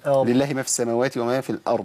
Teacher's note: الراء ساكنة والضاد ساكنة عند الوقف. الراء فيها توسط والضاد فيها رخاوة.